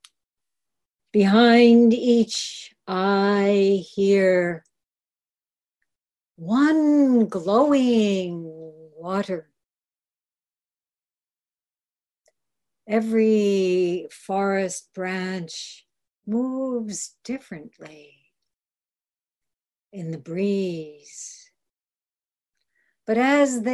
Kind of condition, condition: link, video call